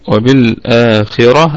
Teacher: الخاء في أقل درجات التفخيم وهي في الدرجة الرابعة. الراء مفخمة طبعا لحفص، أما لورش فهي مرققة، أما لورش فهي مرققة.